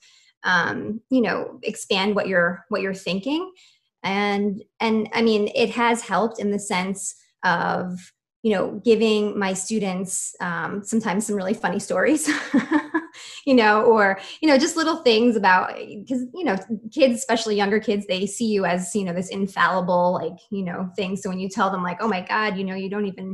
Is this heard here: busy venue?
no